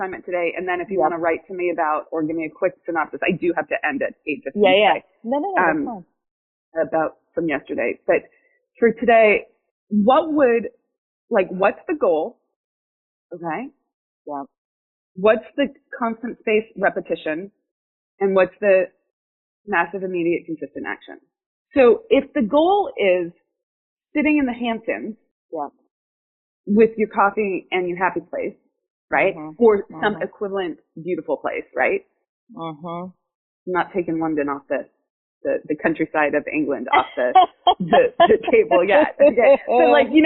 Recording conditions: poor sound quality